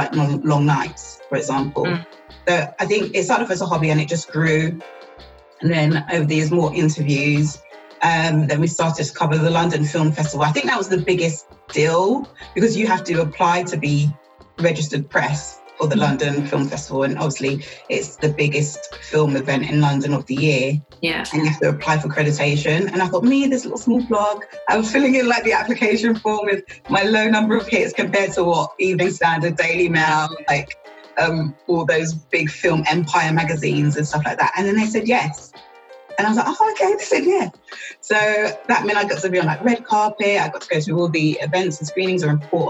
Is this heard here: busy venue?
no